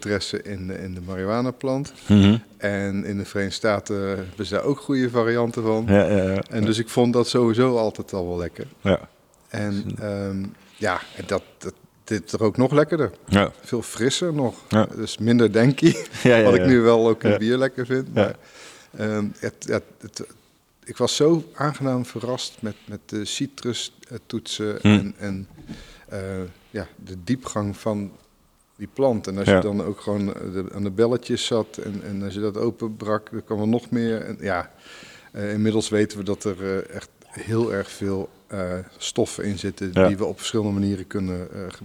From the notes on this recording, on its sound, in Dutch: Live opgenomen in de brouwerij van Ramses. Ramses Bier in Wagenberg/Hooge Zwaluwe.